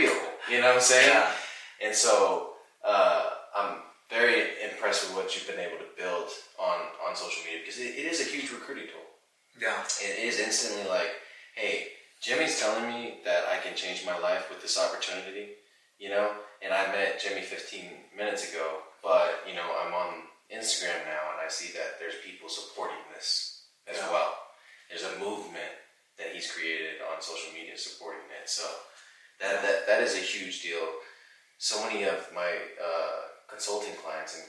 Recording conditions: poor sound quality